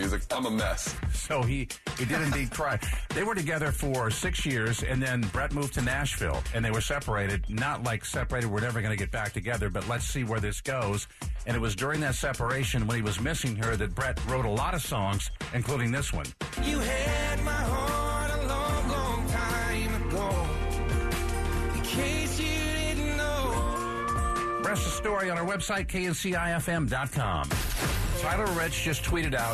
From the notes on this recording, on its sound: taking phone calls